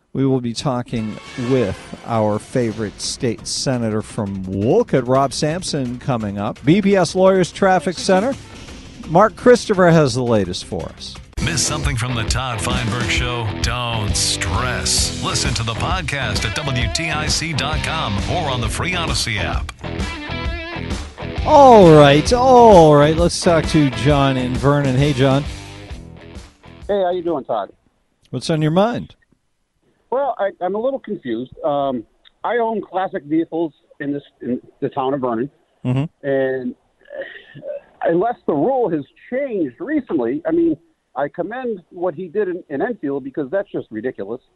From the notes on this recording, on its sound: Take some phone calls.